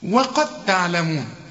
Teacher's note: انا دخلت الدال في التاء ادغام، لما تلاقي حرف بدون تشكيل بيدغم في اللي بعده، لكن